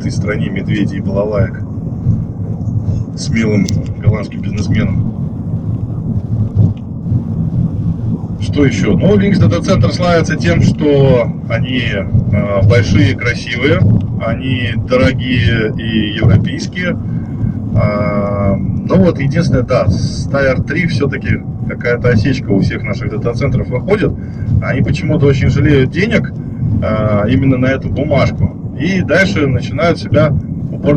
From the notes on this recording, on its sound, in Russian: Записали эту экспедицию на диктофон. Качество звука так себе.